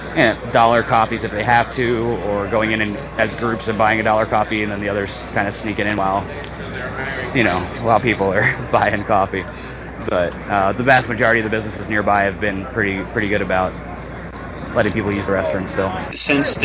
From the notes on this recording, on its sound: Live from Occupy Wall St. Zuccotti Park.